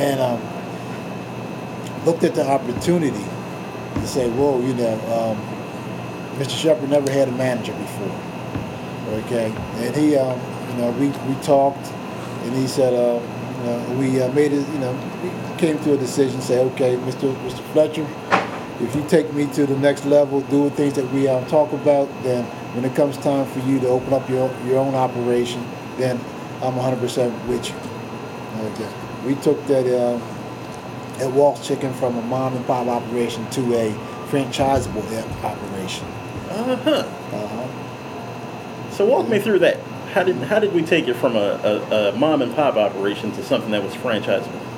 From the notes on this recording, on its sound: There was a bit of a humming sound in the background that could not be edited out.